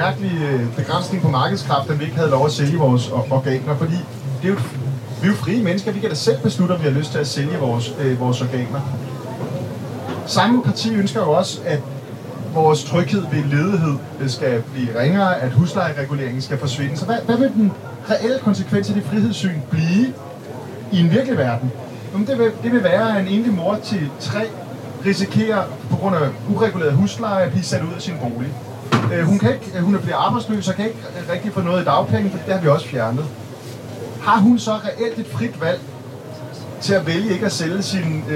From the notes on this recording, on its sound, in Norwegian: (dårlig lyd)